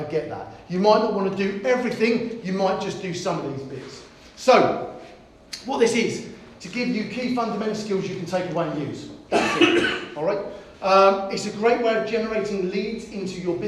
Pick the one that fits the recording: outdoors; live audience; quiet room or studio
live audience